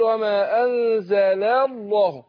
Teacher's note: لكن هنا اللام هنا في كلمة وما أنزل الله مرققة، فأنا عايز أنطق لامين ورا بعض، الأولى مرققة واللي بعدها مفخمة